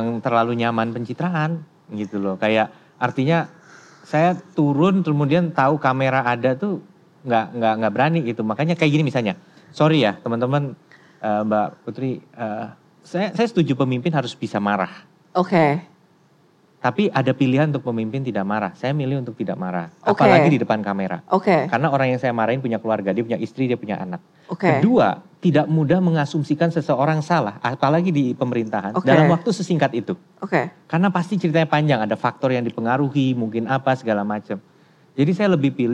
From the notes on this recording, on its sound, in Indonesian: Live On Stage di Malang. Live On Stage Kota Malang.